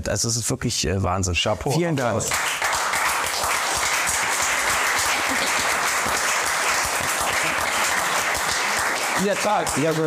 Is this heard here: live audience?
yes